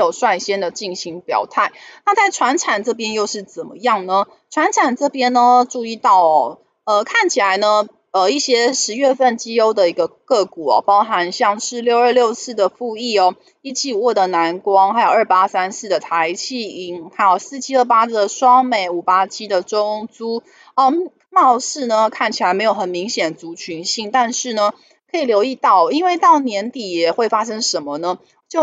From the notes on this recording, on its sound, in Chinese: 本集有些許雜音，已亟力避免，如有察覺請多多包涵